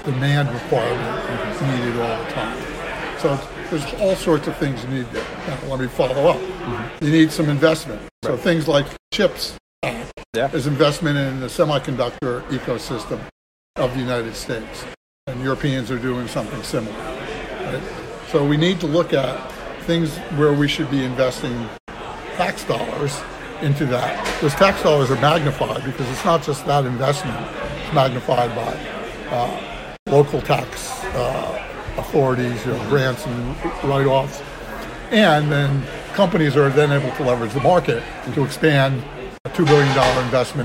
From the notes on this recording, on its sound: Live from RNDF22.